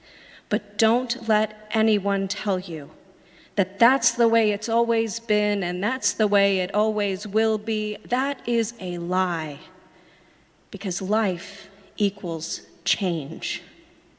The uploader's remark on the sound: Sermons from Old South Church in Boston